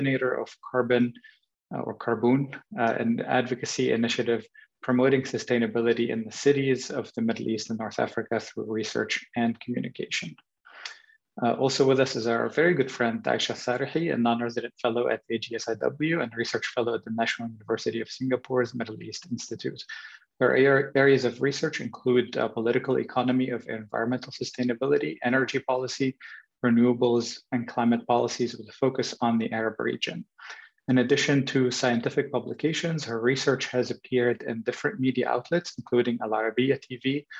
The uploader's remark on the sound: This public talk was conducted online via Zoom